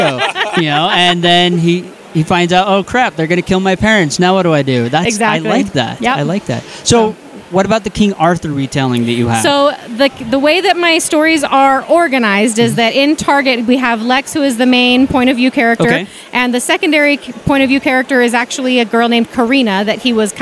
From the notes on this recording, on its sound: Author Interviews Live From DragonSteel 2023. We got to sit down with some rather amazing authors.